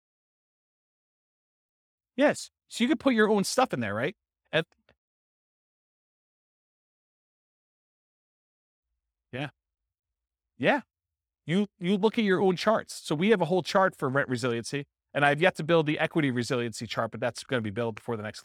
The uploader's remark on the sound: This was a live class recorded